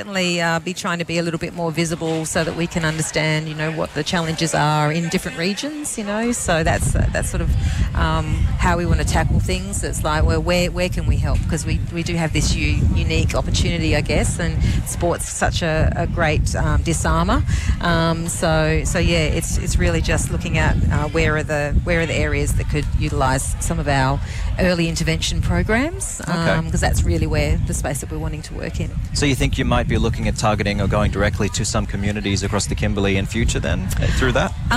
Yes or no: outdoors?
yes